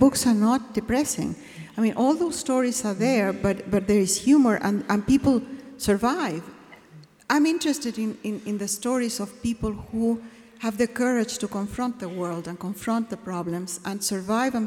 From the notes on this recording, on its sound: This Seattle Arts & Lectures event took place at Benaroya Hall on November 28.